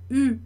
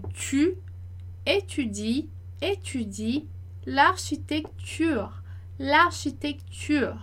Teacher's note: língua de I e lábios de U · Term: som de U